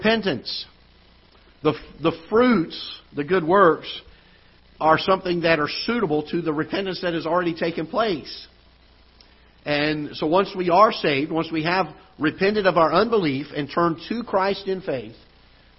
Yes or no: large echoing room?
yes